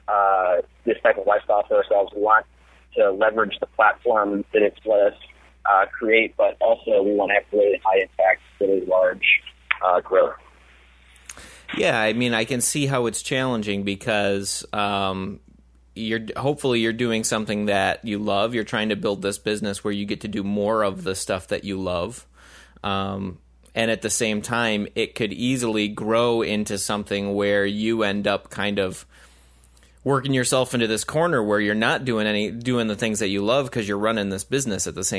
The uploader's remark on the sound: joined us this episode via phone